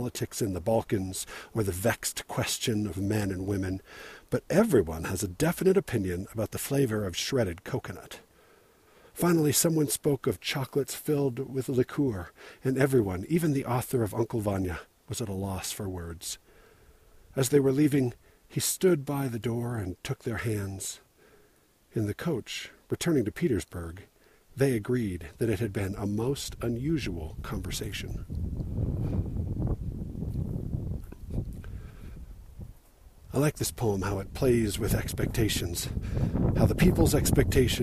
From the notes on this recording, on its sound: Recorded while hiking on a section of the Bonneville Shoreline Trail, part way up Provo Canyon. There's some wind and I have to breathe heavy because, well, I'm hiking at an elevation that looks down on Denver by 1000 feet.